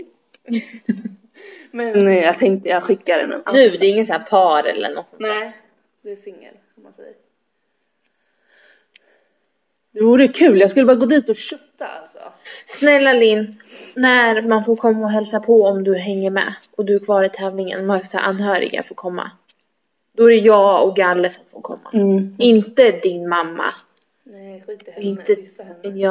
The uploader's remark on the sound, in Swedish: Trodde detta avsnitt skulle bli grymt men något hände med ljudet.